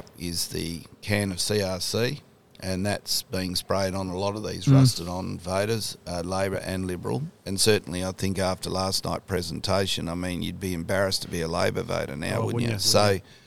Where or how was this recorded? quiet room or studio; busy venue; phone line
busy venue